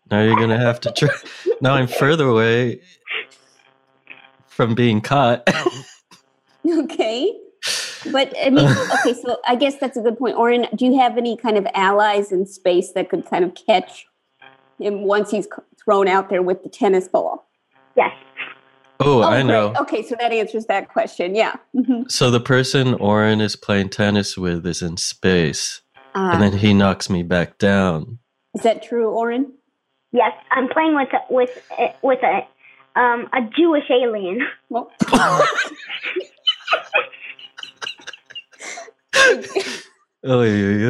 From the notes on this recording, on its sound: Play listener-created games with callers via Zoom!